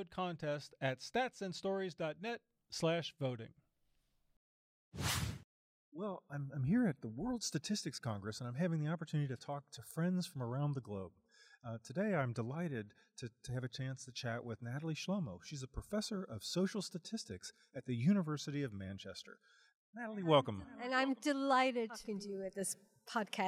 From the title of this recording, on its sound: Live From the WSC